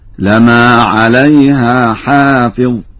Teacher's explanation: قرأ ورش بتخفيف الميم هكذا